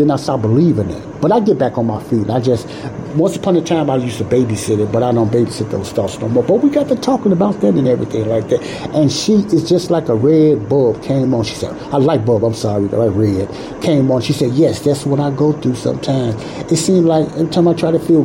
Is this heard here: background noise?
yes